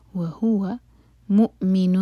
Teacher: وَهُوَ یہ واو الگ ورڈ ہے اور ہوا الگ تو ہو پر زور دیں گے